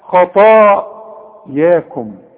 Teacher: المد بتاع الطاء دي فخمه خطا، والمد بتاع الياء رققه